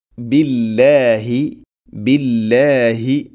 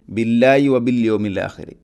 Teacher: ബില്ലാഹി ഹ തൊണ്ടയുടെ താഴെ ഭാഗമാണ്, അത് ഉച്ചരിക്കണം. · Shown in: first take